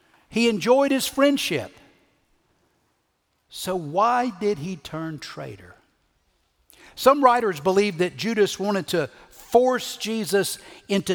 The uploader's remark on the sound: Recorded Live at Brookwood Church on 4.2.2023